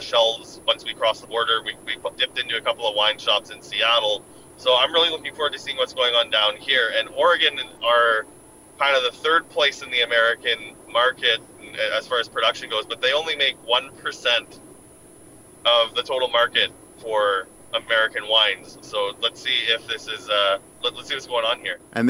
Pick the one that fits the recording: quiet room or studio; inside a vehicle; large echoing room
inside a vehicle